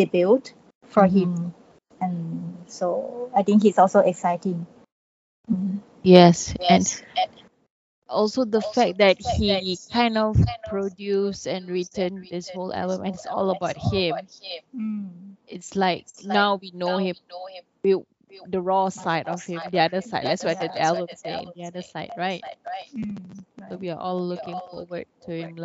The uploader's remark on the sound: This podcast suffered from technical issues therefore it is very echo-y